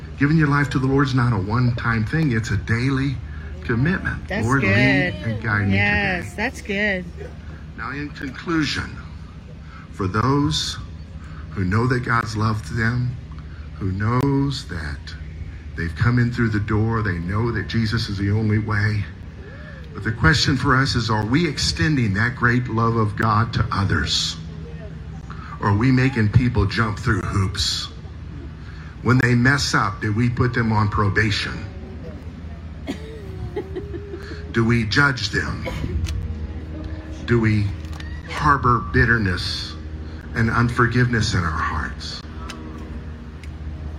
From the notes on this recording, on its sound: message delivered at Hewlett Park